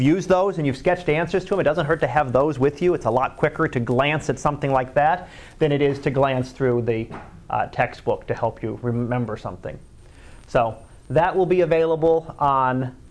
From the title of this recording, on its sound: Live Class Lecture